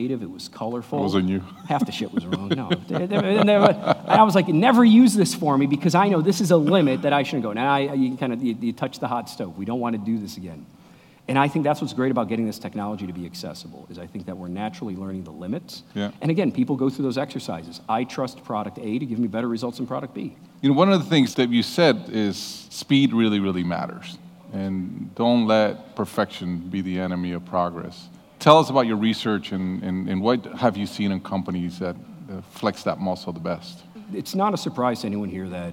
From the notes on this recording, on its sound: Recorded in front of a live audience at Red Ventures.